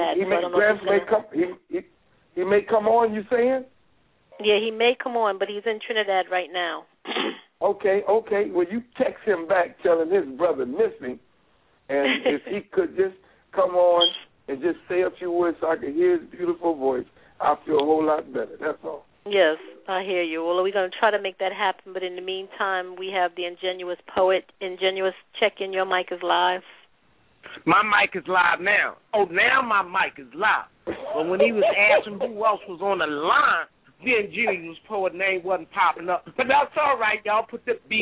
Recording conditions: phone line